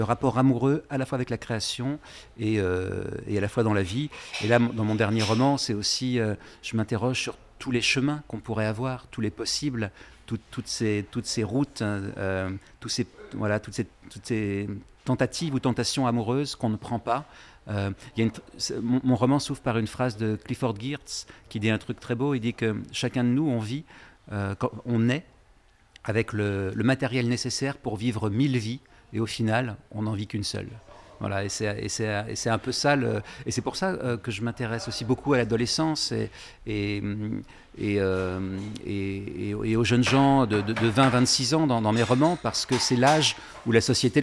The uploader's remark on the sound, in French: Enregistré au bar Le Rouquet 188 Boulevard Saint Germain à Paris (7e).